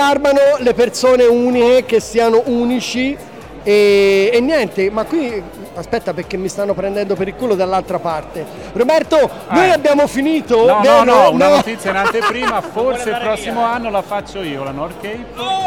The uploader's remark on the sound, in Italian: Quasi Live da Upcycle Trail Weekend